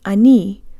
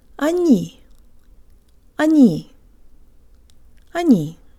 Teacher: Be sure to de-emphasize the first syllable and put your tongue high, combining the N with a Y sound to make it soft. · Shown in: second take